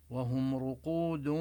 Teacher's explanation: الميم الساكنة نظهر غنتها إذا جاء بعدها إما حرف الباء، تخفى الميم عند الباء وتدغم في ميم مثلها وتظهر عند باقي الحروف، وهم رقود. ونمد الواو بحسب ما نمد بالمد العارض للسكون إذا وقفنا، ونبين قلقلة الدال